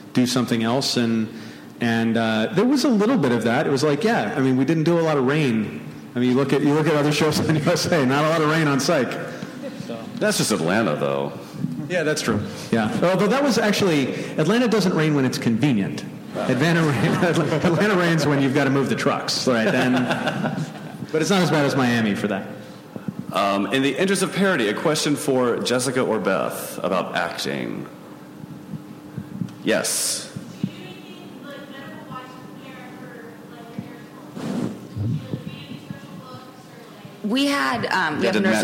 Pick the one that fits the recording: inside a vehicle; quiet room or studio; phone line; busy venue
busy venue